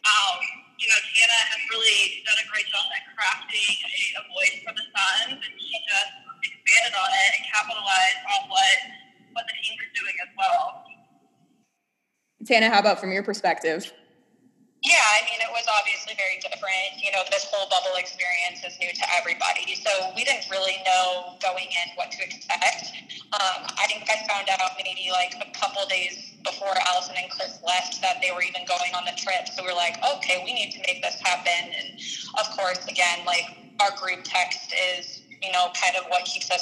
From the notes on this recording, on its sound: Apologies for the less-than-stellar audio quality of this recording due to some technology flubs.